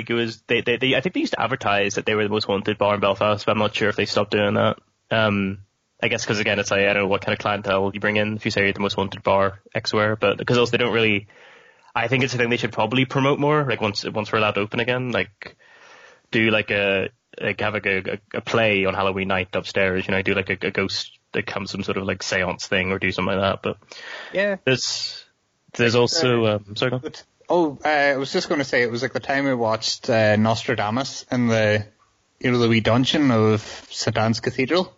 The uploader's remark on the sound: via skype